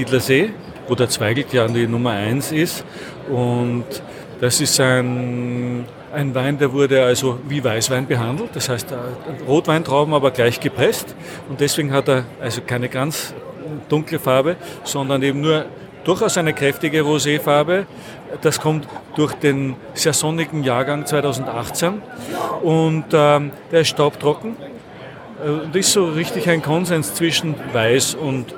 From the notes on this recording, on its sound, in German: hörst du heute live von der weltgrößten Weinmesse „ProWein“.